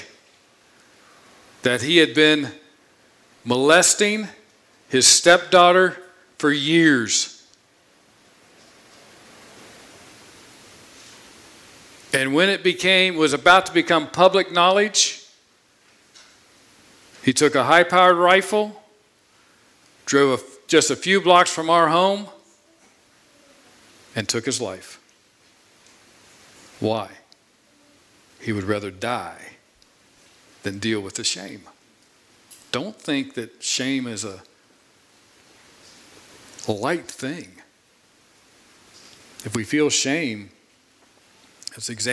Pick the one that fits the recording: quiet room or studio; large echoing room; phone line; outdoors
large echoing room